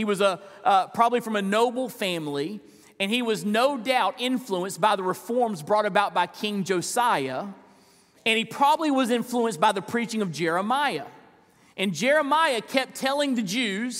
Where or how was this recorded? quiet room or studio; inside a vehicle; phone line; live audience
live audience